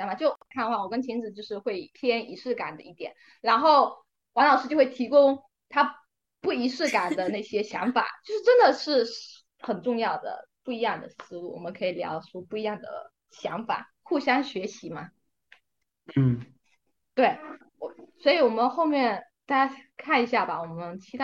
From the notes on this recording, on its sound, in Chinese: 录制当天有人加班，有人设备出错，有人得了重感。录制后发现，好多难剪的口癖、抢话以及扯七扯八。